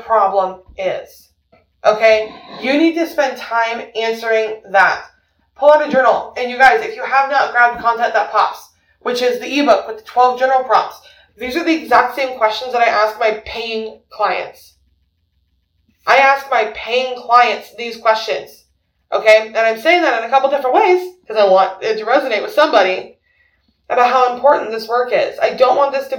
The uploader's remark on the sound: there is a bit of an audio issue and I apologize.